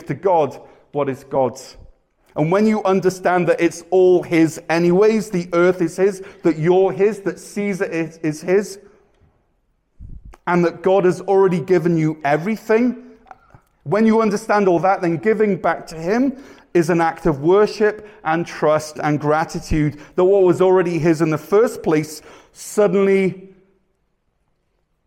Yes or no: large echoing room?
yes